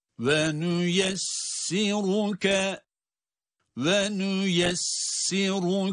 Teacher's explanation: Ra harfi hariç olmak üzere bütün harfler ince okunuyor. Ama o aradan çıkan kalın bir ra sesi öyle bir ahenk, öyle bir güzellik katıyor ki kelimeye.